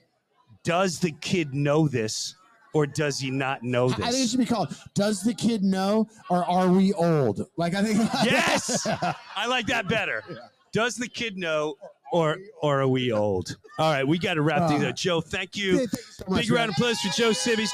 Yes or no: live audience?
yes